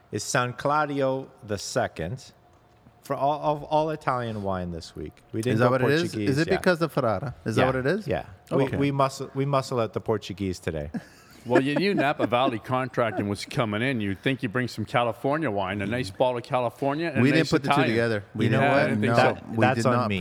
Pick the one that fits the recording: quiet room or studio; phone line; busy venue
busy venue